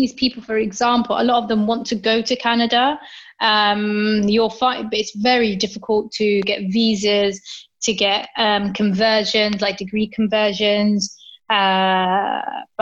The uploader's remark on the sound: zooms in and we chat